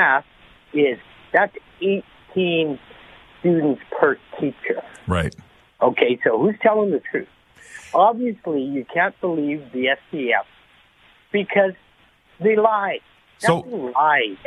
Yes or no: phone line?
yes